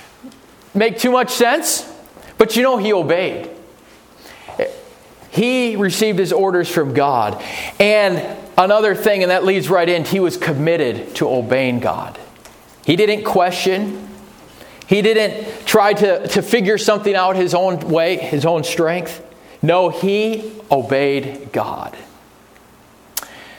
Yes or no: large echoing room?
yes